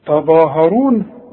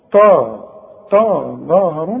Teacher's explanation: عندي الظه مفخمة والهه مرقق وقبلها التاء مرقق · Shown in: first take · شوف تضاء ها، اذا مدت لي شفايفك على هيئة قبلة علشان تطلع للظه، وترجع لي شفايفك علشان تطلع للهاء، هتطلع معاك مظبوطة.